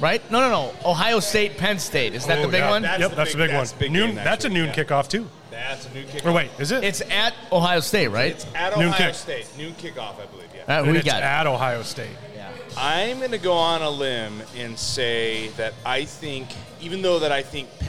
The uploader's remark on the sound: The boys are on the road this week LIVE at JC's Coal Oven Pizza Co. In Granger, IN.